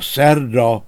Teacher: A magyarba így kerülhetett, ahol a szreda hangalakból előbb szereda lett, szólei magánhangzó betoldással, majd ebből a középső magánhangzó kiesésével a szerda forma alakult ki